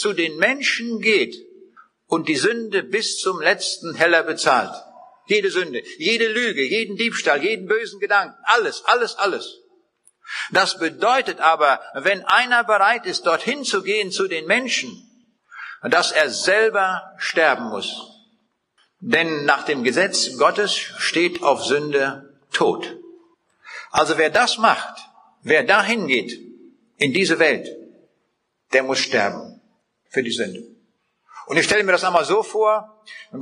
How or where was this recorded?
large echoing room